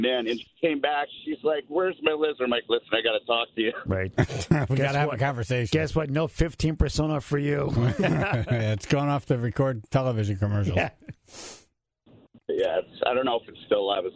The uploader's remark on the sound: Took calls from the Tribe about their animal encounters.